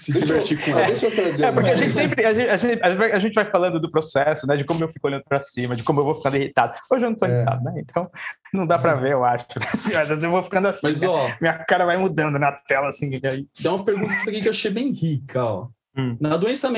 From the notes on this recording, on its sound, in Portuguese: Neste episódio gravado em live pelo instagram